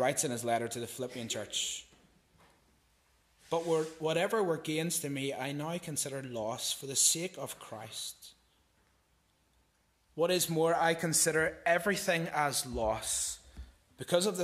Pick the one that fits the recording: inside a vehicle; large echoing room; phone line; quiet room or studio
large echoing room